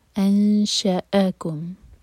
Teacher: شین کے بعد جو حمزہ ہے اس کو کٹ آف ساؤنڈ کے ساتھ پڑھنا ہے، شا شا نہیں ہوگا.